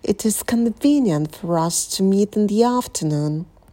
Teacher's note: И подпрыгнули на слове afternoon.